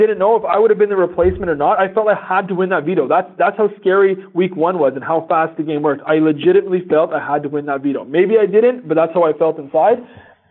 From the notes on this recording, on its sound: This is our phone interview